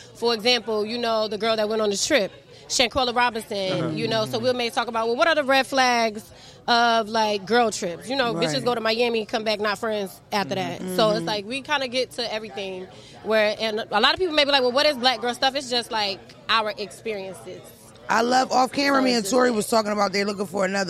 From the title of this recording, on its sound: Live from the BET Awards